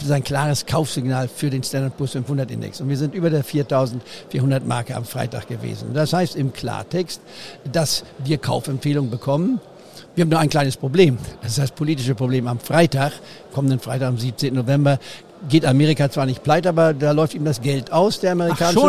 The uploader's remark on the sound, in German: Live auf dem Börsentag Hamburg. Fand in Hamburg der Börsentag statt.